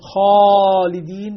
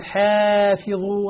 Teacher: يقول خالدين فخمت الألف تبعا للخاء، فيقول حافظوا رققت الألف تبعا للحاء. فالألف تابعة لما قبلها، غنة الإخفاء تابعة لما بعدها، فإن كان بعد حروف بعد النون المخفاة نون الساكنة المخفاة بعدها أحد حروف التفخيم فخمت، وإن كان بعدها أحد حروف الترقيق رققت.